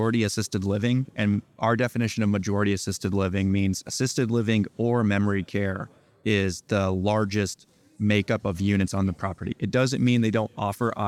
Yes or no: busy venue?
yes